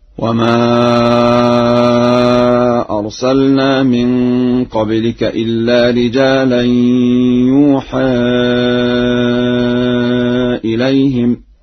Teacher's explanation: قرأ ورش يوحى إليهم بياء مضمومة وفتح الحاء